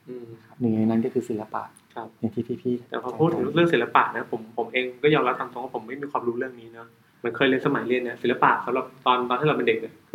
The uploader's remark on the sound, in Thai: ด้วยความผิดพลาดบางประการในการบันทึก ทำให้คุณภาพเสียงในตอนนี้ขาดความชัดเจนไปพอสมควร จึงขออภัยมา ณ ที่นี้ครับ